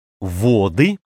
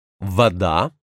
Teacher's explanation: Каждый раз, когда меняется позиция, под ударением, перед ударением, за ударением, каждое «о» становится то «а», то твердым знаком.